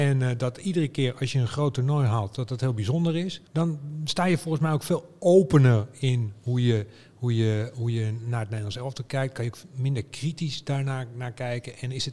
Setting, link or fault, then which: setting, busy venue